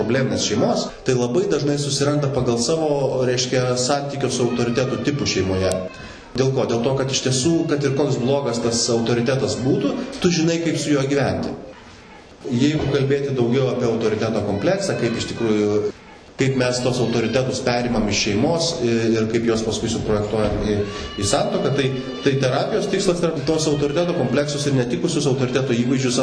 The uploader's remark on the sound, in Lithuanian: Įrašas iš šeimų festivalio.